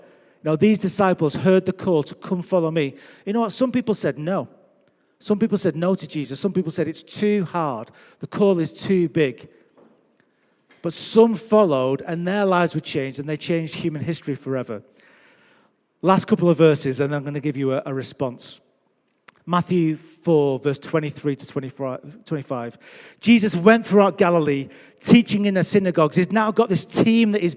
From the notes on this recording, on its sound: Recorded Live at Life Church Lancashire on 3rd October 2021.